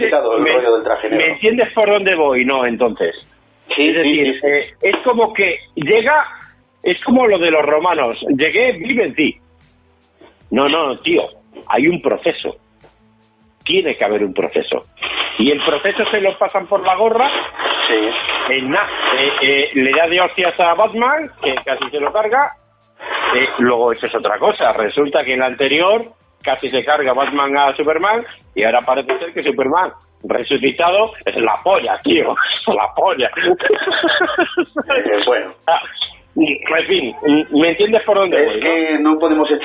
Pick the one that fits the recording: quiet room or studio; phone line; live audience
phone line